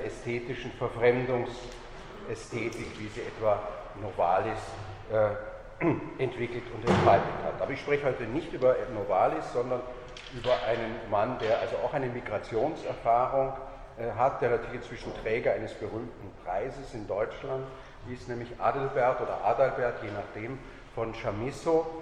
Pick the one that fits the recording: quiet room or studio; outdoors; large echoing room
large echoing room